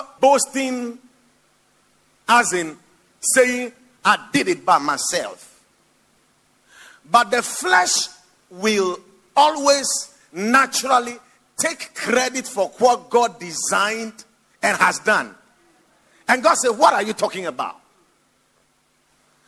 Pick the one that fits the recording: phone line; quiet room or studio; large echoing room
large echoing room